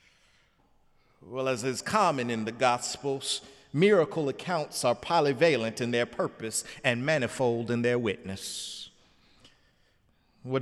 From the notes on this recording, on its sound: sermon on The Fifth Sunday in Lent, Sunday, April 2, 2017 in the Memorial Church.